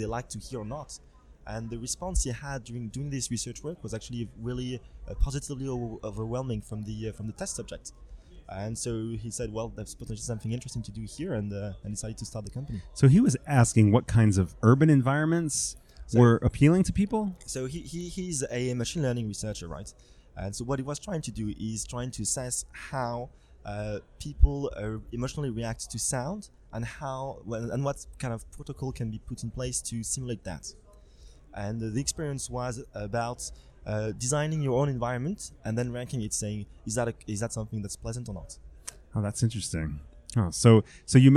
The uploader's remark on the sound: stopped by the #MidemTectonics podcast booth at Cannes